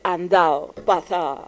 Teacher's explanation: a seconda dei luoghi abbiamo proprio anche il dileguo di una intera consonante intervocalica